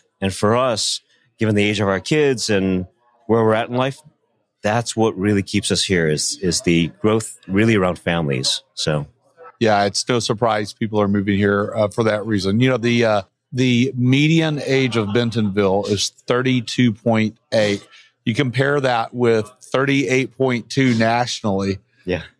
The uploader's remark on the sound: NWA Tech Summit Live. In its ninth year, the NWA Tech Summit came back with 1,700 registered attendees when it returned in-person to downtown Bentonville.